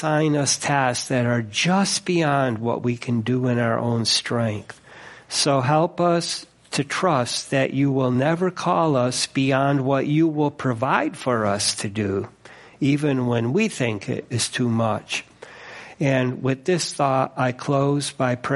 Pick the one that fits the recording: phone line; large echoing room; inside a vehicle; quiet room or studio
large echoing room